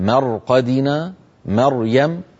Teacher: تفخم الراء إن كانت مفتوحة مثل رمضان، ساكنة وقبلها مفتوح مثل مرقدنا مريم